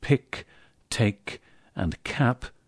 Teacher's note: start saying words like pick, take, and cap with that little puff of air you hear me using · Term: aspiration